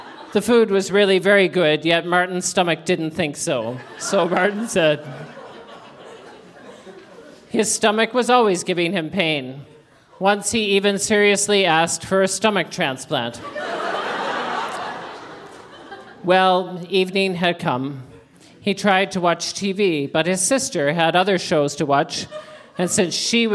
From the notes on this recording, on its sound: Recorded live at The Walper Hotel in Kitchener.